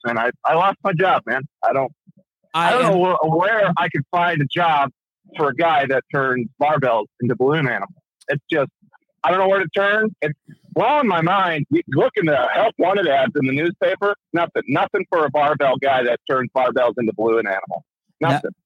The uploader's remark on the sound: Live Call in Show